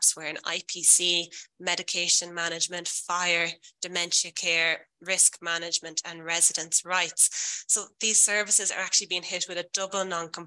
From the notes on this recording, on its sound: This podcast is a recording of a webinar